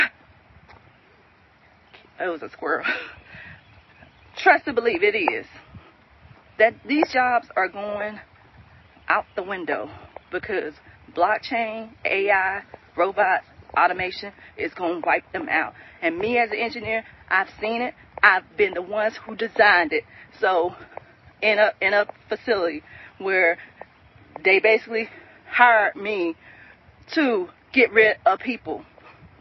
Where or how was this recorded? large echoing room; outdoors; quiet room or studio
outdoors